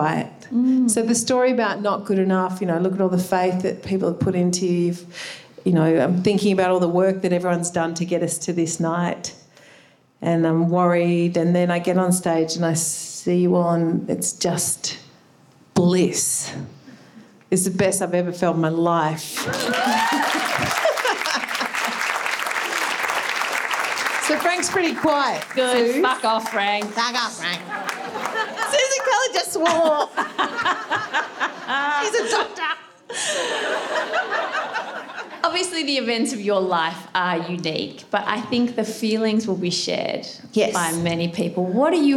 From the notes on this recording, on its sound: This is a live recording from our event.